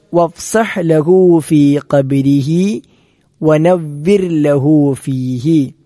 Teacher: വഫ്സഹ് എന്ന ഹ തൊണ്ടയുടെ മധ്യഭാഗത്ത് നിന്നും ഫീ ഖബ്രിഹി എന്നിടത്ത് ഖാഫ് അണ്ണാക്കിൽ നിന്നും പുറപ്പെടേണ്ട അക്ഷരമാണ്